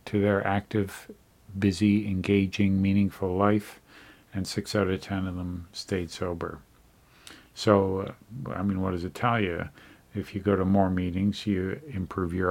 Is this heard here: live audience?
no